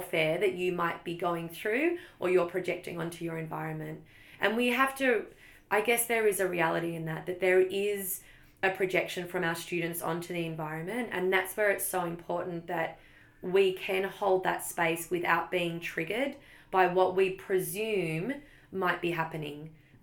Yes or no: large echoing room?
no